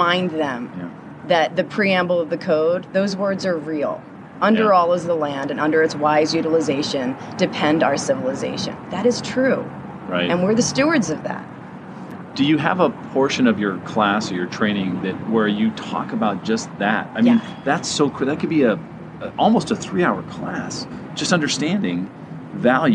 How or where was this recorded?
outdoors